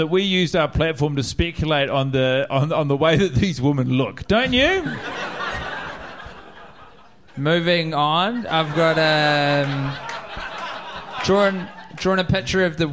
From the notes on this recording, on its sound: Live in Chicago. The fellaz have made it to the windy city – Chicago and are performing in front of a live audience who have travelled far and wide to be part of the adventure.